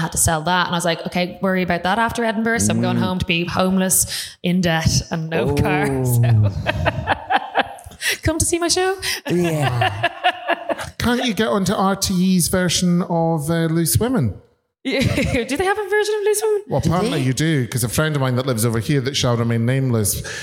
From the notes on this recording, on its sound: We're back with some of the Edinburgh Fringe live shows. Hour-long recording of their podcast.